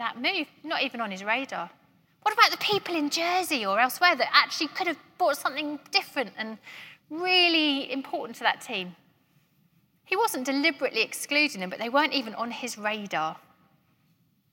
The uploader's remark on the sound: Keynote at GREENHOUSE 2021.